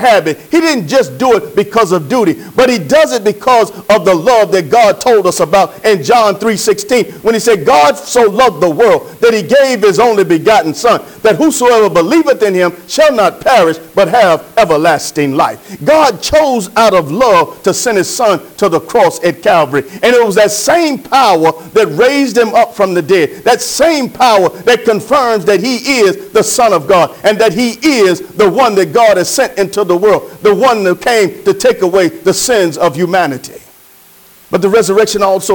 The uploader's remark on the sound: Sermon preached from Wesley AME Zion Church